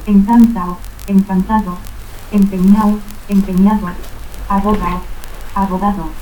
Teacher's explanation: pérdida de la D intervocal